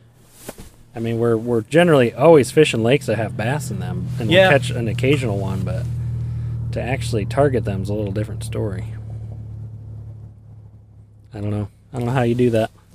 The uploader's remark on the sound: Check in with the guys as they record out on the ice on a small urban pond.